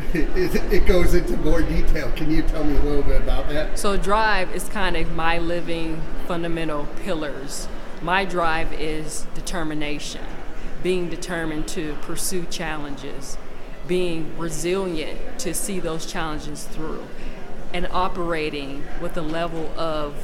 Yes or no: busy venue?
yes